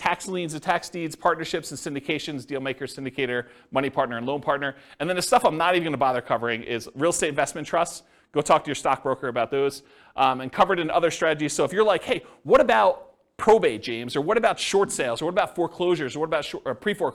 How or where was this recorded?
live audience